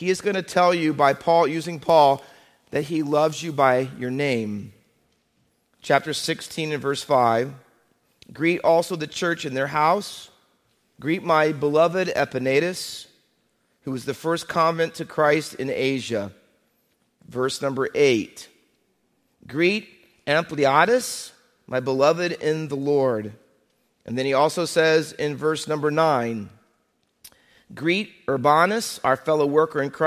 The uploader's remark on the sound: Faith Baptist Church in Hamilton, NJ.